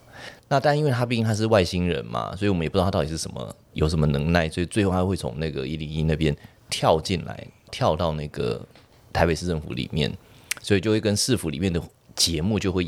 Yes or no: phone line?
no